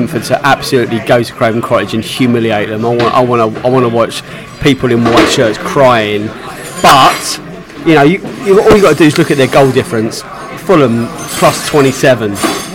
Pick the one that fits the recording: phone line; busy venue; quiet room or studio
busy venue